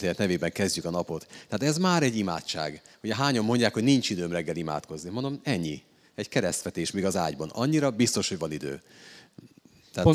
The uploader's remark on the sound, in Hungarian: Négy év szünetet követően rendeztünk ismét beszélgetős rendezvényt, a helyszín a Pázmány Péter Katolikus Egyetem ITK aulája volt.